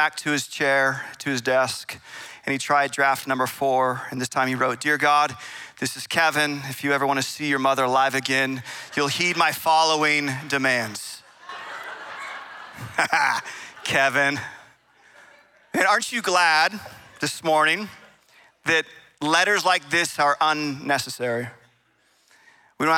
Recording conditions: large echoing room